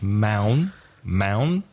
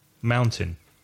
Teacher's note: The spelling, M-O-U-N-T-A-I-N, but the first vowel sound is ow, like cow or now